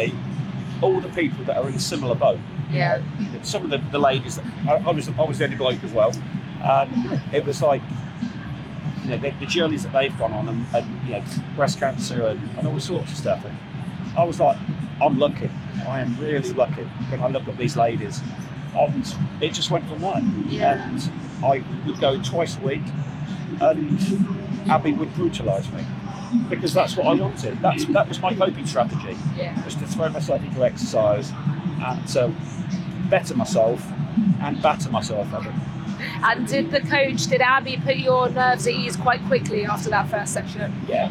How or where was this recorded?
busy venue